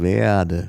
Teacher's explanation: Da ist eigentlich nicht mal ein gepresster Reibelaut, da ist gar nichts. Da ist eine Längung bei dem E.